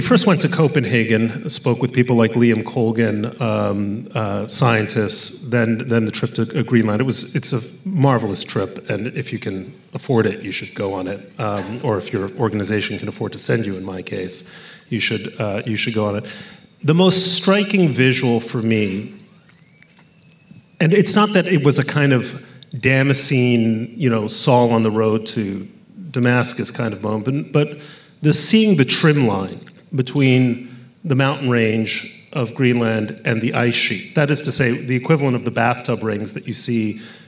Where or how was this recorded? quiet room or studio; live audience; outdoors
live audience